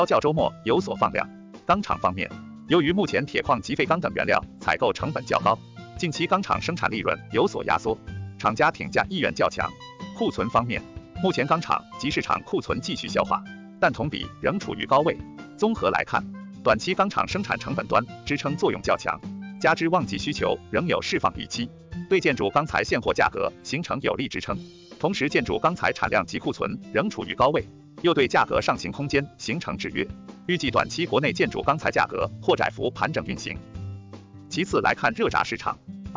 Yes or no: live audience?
no